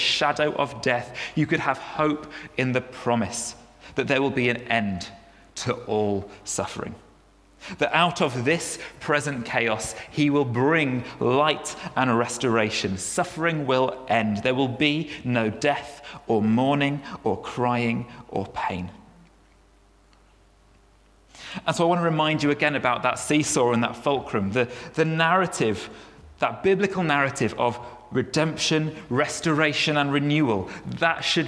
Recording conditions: large echoing room